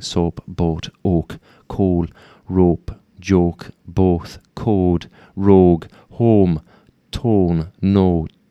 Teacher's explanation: So you don't move your mouth. You sort of lock into that O, pure O sound.